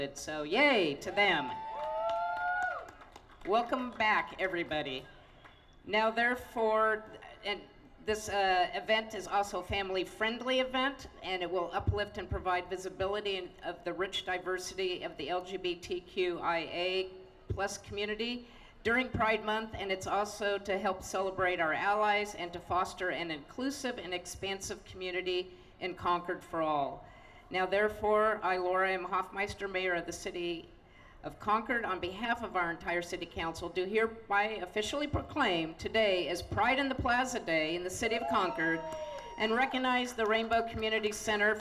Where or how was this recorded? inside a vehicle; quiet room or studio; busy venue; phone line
busy venue